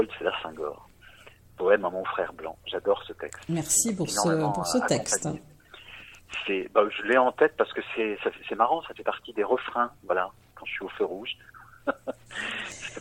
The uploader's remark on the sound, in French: Entretien téléphonique